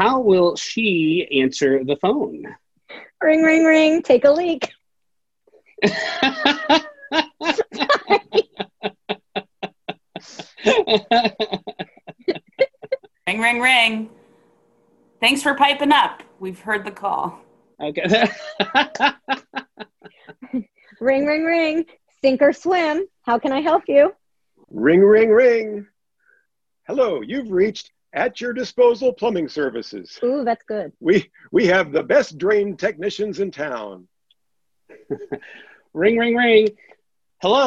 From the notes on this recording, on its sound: Our First Full Panel Zoom Episode!